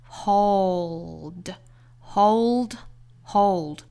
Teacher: 一定要 hold 里头带舌侧音的 hold